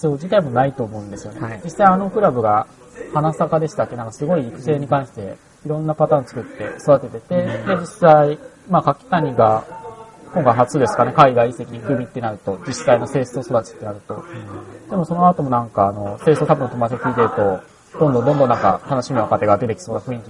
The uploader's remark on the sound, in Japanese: 今回もファミレス収録です。近くのテーブルに騒がしい若者がやってきたのでちょっと聞きづらい場面もありますがご容赦を。